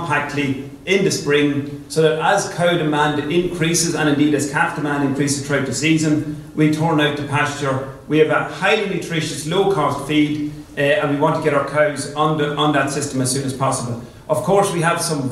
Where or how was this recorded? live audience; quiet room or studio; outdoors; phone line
live audience